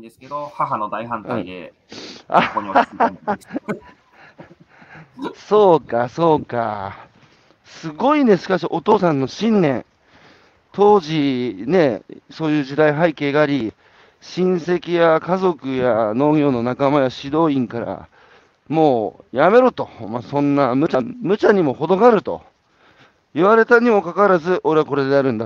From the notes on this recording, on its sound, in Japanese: 歩きながら1時間、対談する